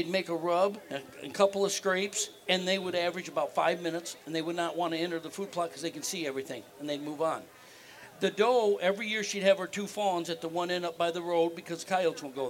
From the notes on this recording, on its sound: Woodsnwater Outdoor Weekend 2019 LIVE. Join the BHP Podcast LIVE at the 33rd Woods N Water outdoor weekend.